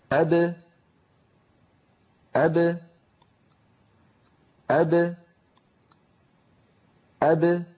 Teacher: أبا ابتعد فيها شيئان، ابتعدت الشفتان وابتعد الفكان، أما أب المقلقلة فابتعد فيها الشفتان دون الفكين · Term: الباء ساكنة مقلقلة